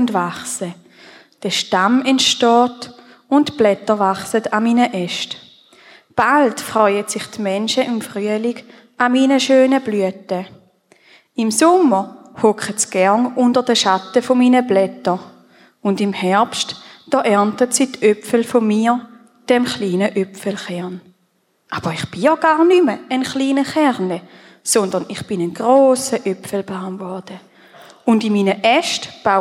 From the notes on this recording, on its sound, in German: Predigt Loehningen. Familiengottesdienst zu Erntedank 2023.